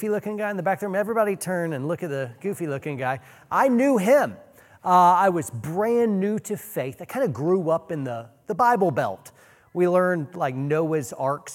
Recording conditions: live audience